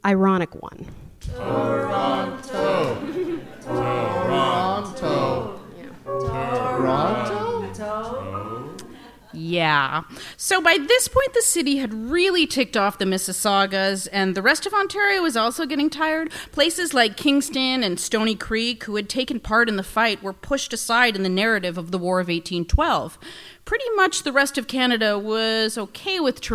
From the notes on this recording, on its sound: It's our first live show! Recorded in front of an audience for the Hotdocs Podcast Festival.